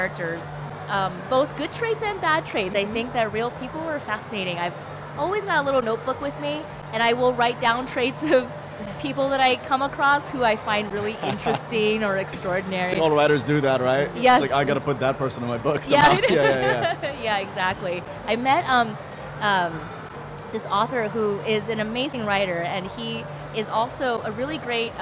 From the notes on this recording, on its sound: Live interview from SIBF 2022